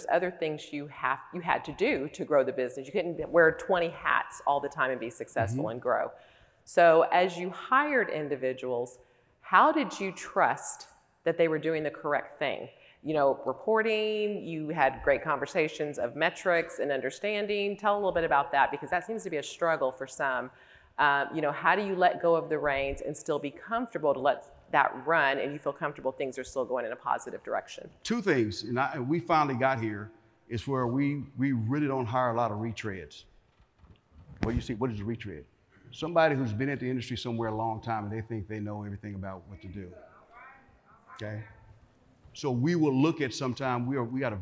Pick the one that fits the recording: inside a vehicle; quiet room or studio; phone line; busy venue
busy venue